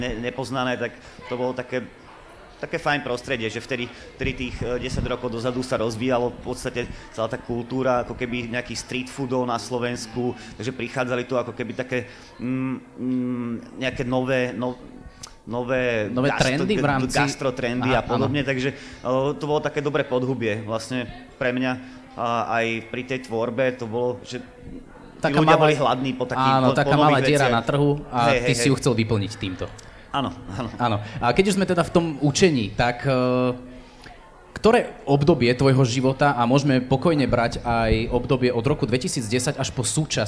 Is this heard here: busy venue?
yes